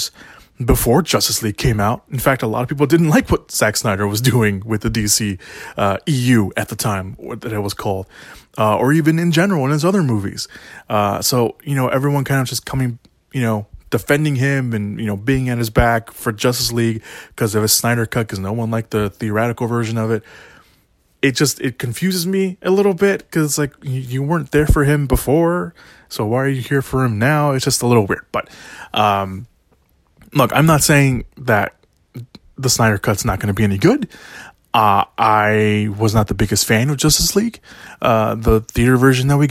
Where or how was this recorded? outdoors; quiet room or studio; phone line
quiet room or studio